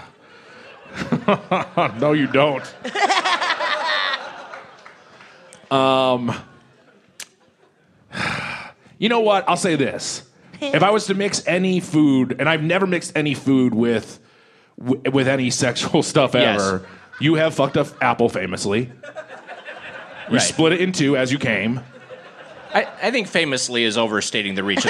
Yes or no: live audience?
yes